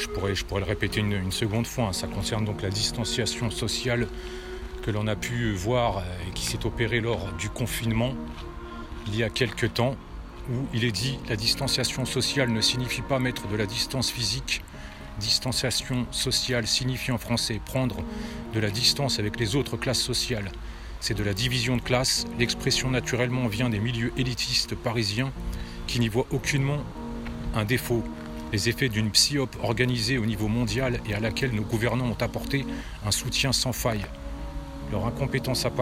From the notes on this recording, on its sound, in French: Podcast partie 1 enregistré en extérieur